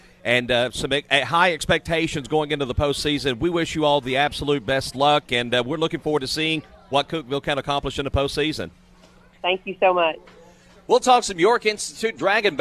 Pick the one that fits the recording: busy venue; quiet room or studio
busy venue